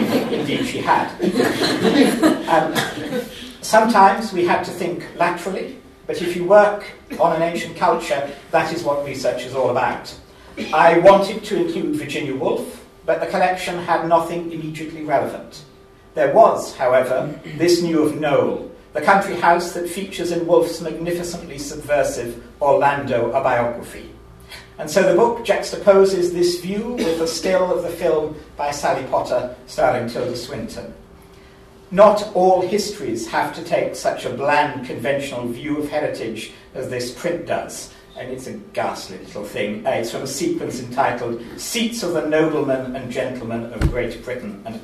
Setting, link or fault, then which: setting, live audience